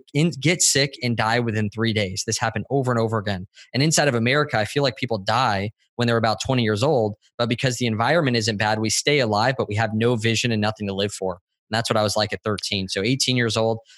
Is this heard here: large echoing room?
no